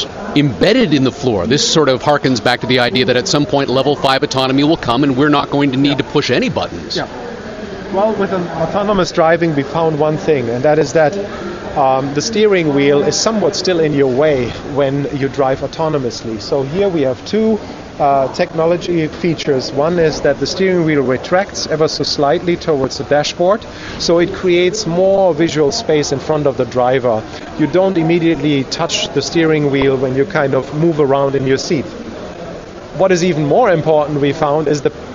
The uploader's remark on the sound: Live from CES 2019